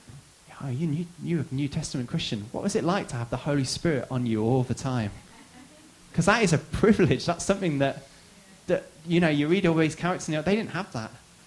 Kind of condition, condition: setting, large echoing room